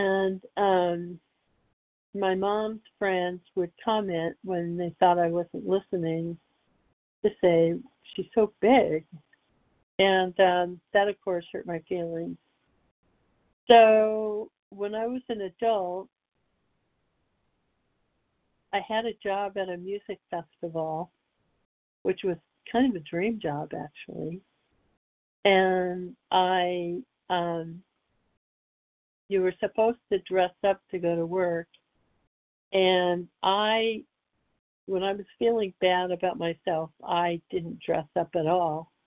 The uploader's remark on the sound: from the 100 Pounders Phone Meeting, 5/29/23